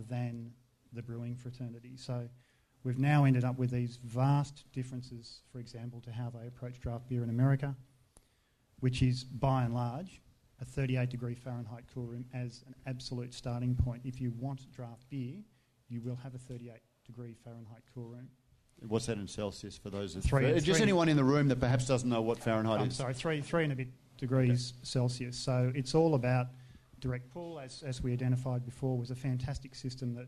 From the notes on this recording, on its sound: This episode was recorded live at the Cryer Malt Trade Lounge, at the Good Beer Week Festival Hub, Beer Deluxe Federation Square.